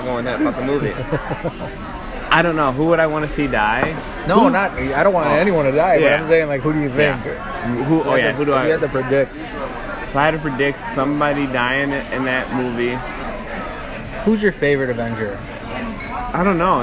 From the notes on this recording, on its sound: live from Pub 819 in Hopkins